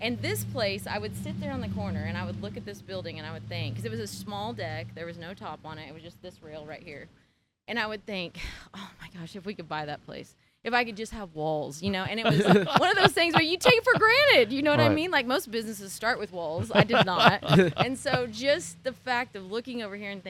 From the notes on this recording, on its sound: Take the podcast on the road and travel to the famous Curty Shack on the Washington Strip in Stillwater.